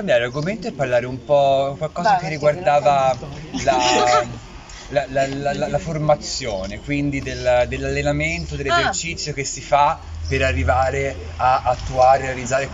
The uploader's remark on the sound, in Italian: Live dall’AperiVintage del Teatro di Bo’ il Quarto Episodio del Salotto di Bo’! Per la prima volta con un pubblico.